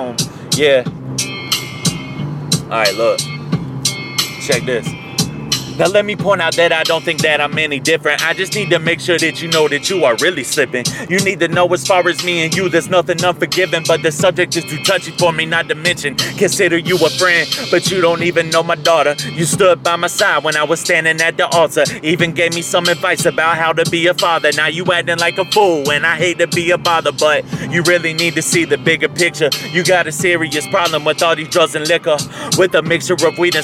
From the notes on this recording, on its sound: Best friend in the car freestyle. Fuckin around in my car on I 16.